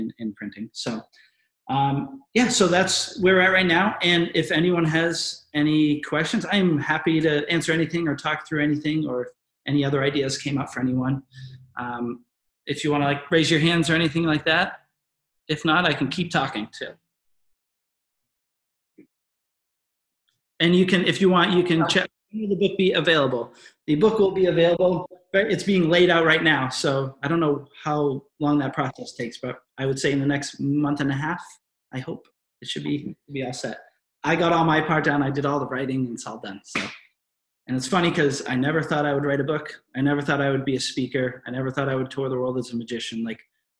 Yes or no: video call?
yes